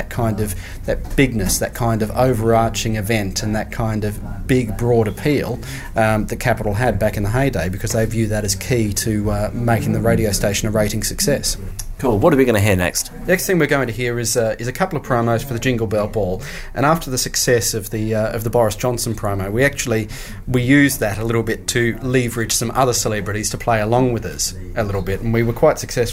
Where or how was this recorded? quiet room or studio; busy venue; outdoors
busy venue